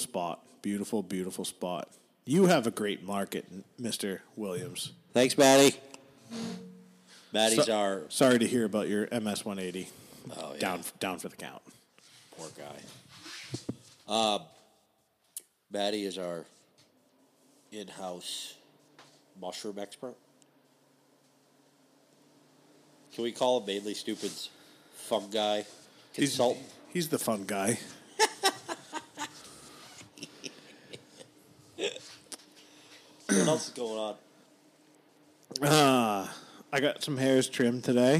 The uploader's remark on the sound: This episode is brought to you by the giant thunderstorm that rolled through, no idea where and when recordings started and stopped